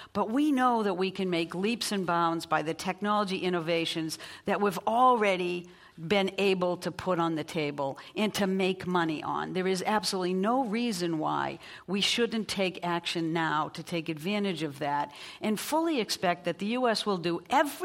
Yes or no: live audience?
yes